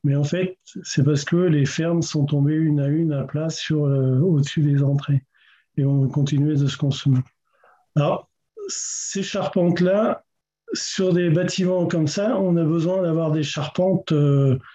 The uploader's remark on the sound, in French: Intervention enregistrée sur Zoom. Dans le cadre du séminaire consacré à la restauration de Notre-Dame de Paris.